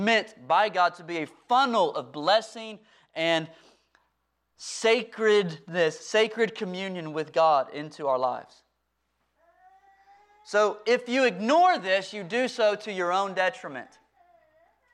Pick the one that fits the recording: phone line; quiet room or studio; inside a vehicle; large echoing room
large echoing room